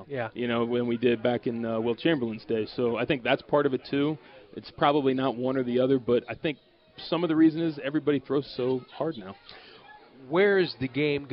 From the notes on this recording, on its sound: LIVE from PiratesFest at PNC Park